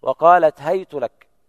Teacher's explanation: هيت فتح الهاء وضم التاء